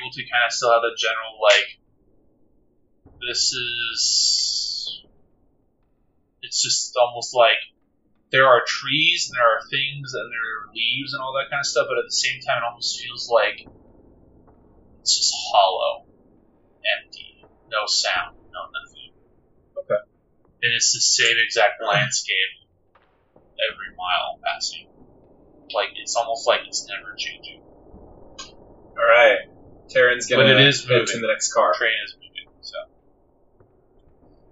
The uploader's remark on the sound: Due to this being our first recorded actual-play with limited equipment/knowledge, the audio of both Parts 1 and 2 of this actual-play isn't ideal.